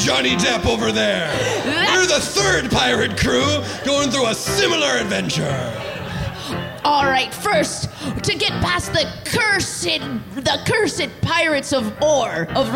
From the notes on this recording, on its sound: The following was recored live 9-19-2023 at Mississippi Studios in Portland Oregon. This was the 2nd of two shows played last night.